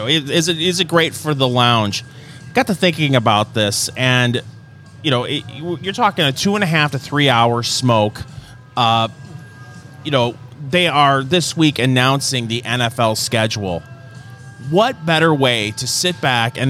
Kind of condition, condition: setting, busy venue